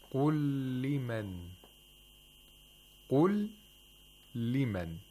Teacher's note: we have a lam sakina, followed by another lam, which has a kasra. So two separate words, and idgham takes place here, which is called idghamul mutamathilain.